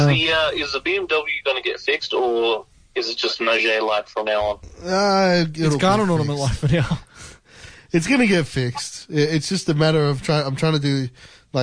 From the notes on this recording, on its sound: via phone link